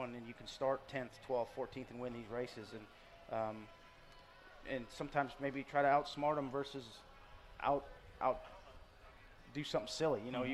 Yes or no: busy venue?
yes